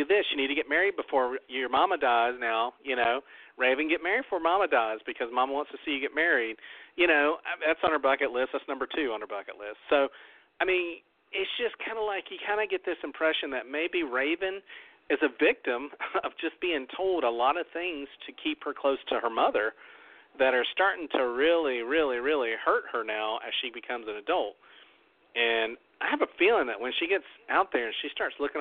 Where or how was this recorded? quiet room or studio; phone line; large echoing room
phone line